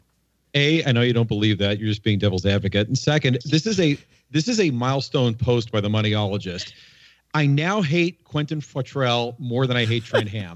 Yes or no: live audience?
no